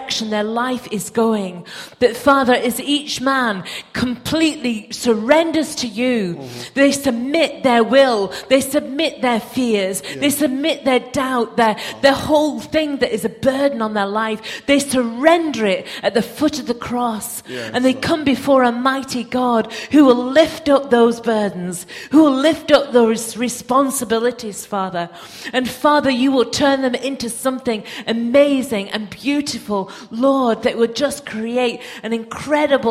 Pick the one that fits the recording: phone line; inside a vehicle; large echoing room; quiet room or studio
large echoing room